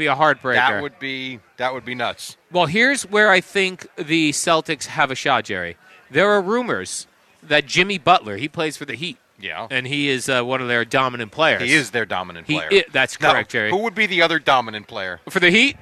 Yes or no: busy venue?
yes